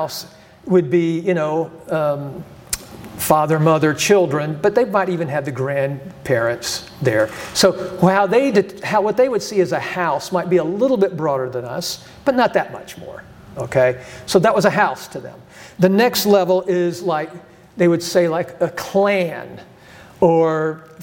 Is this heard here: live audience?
yes